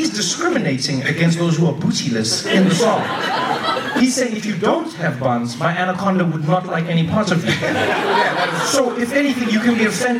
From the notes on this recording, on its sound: Recorded live at the 2016 Vulture Festival.